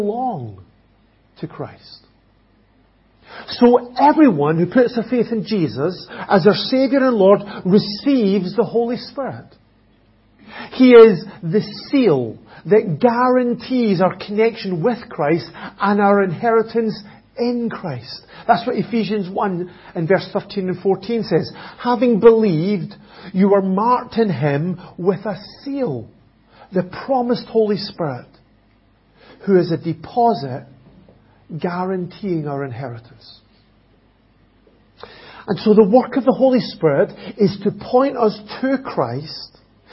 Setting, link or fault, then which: setting, large echoing room